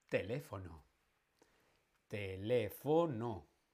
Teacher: La tónica está en la en la antepenúltima · Term: esdrújula